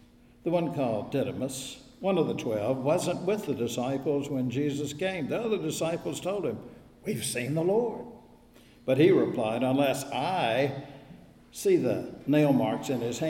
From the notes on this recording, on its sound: Recorded at Wednesday worship at First Presbyterian Church of Raleigh. Both churches are in the Presbytery of New Hope.